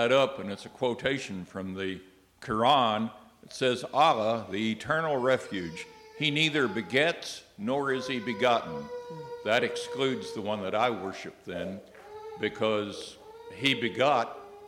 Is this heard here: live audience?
yes